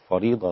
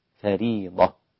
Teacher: فريضة بترقيق الفاء ولا تفخم من أجل الراء · Shown in: second take